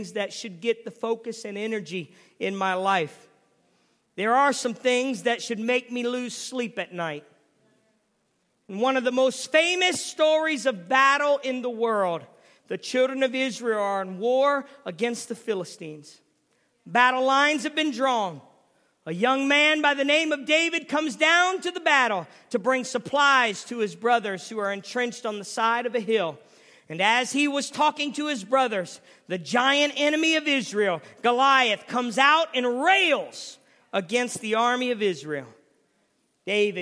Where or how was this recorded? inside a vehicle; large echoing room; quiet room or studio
large echoing room